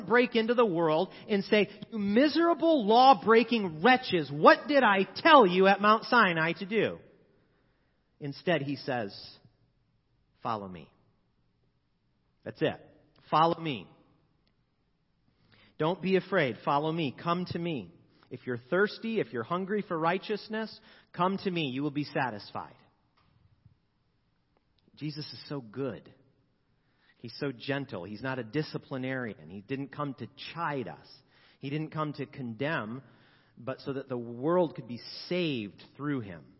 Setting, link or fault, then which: setting, large echoing room